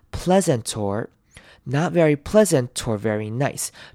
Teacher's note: 就是把 t 的声音移到 or 那边去 · Term: 连音